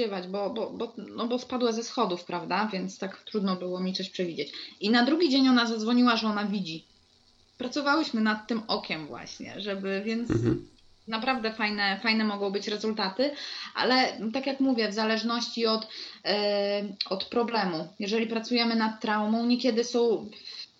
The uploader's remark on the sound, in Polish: nagrania Audio webinarów